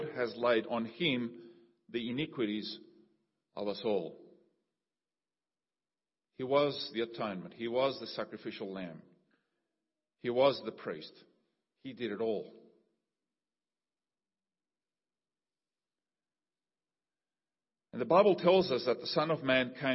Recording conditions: large echoing room